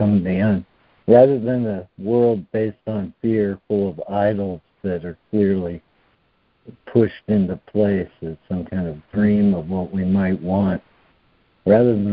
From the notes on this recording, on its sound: ACIM Daily Conference Call